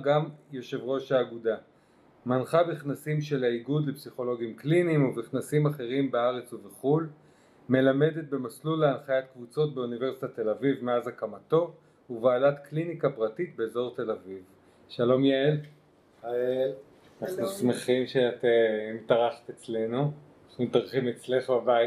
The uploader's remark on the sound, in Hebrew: אנו מתנצלים מראש על איכות הסאונד אבל יש לנו סיבה מוצדקת לכך :) עקב מצב הקורונה נאלצנו להרחיק את המיקרופון לפתוח את החלונות ולהגביר את הווליום.